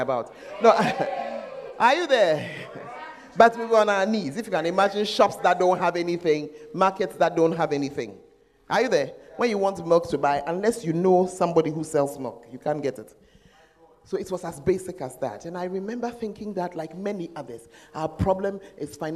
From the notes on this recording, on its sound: Preached At The First Love Center, Ayeduase (The Presence Service)